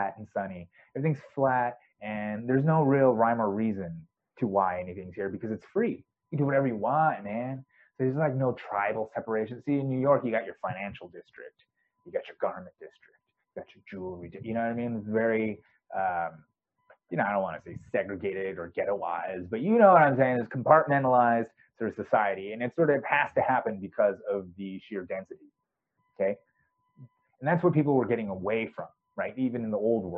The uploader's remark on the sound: I think my mic's shot, sorry for the audio quality.